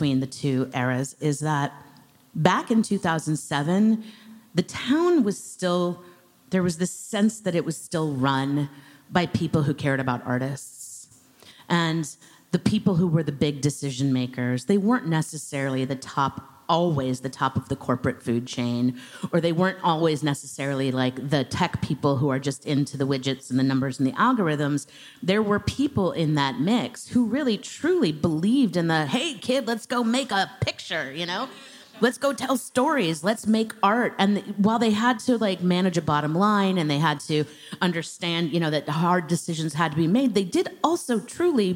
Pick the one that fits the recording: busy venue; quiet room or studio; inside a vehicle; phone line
busy venue